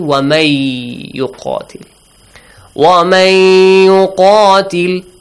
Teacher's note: The Noon is merged into the Ya as if it's omitted. Okay? The Ya is doubled.